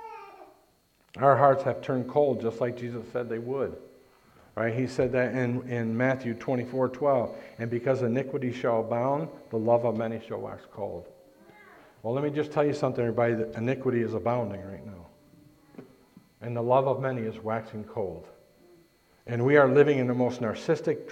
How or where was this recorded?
large echoing room